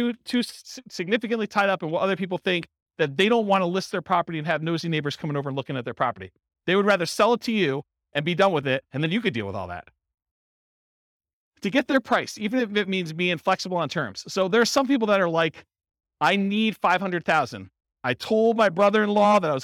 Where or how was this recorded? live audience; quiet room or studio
live audience